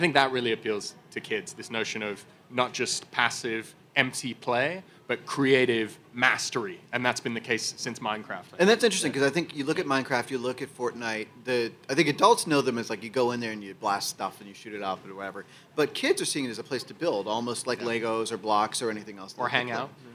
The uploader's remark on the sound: live from the Google Assistant Playground at the Consumer Electronics Show (CES) in Las Vegas